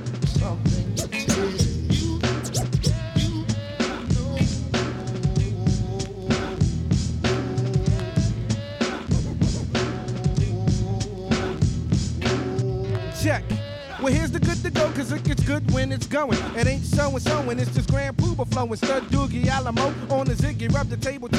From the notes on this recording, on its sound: Originally broadcast live on September 19, 2016 from the storefront of The Late Late Bar on Houston Street in New York City.